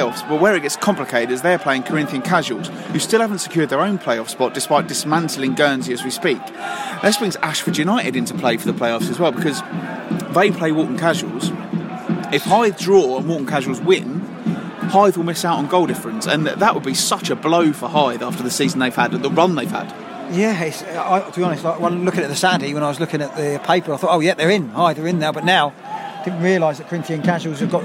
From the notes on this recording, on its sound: Record the show during a cup final, including a live penalty shoot-out. After Maidstone United's Kent Senior Cup win over Folkestone Invicta.